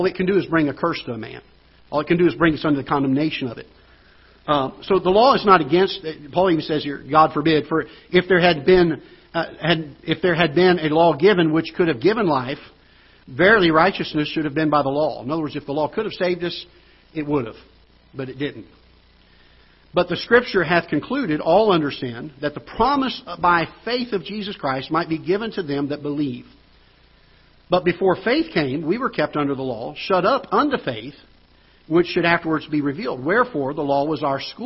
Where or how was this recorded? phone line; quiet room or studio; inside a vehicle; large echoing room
large echoing room